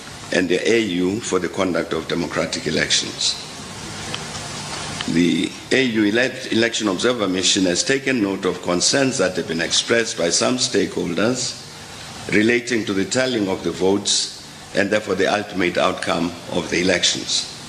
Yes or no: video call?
no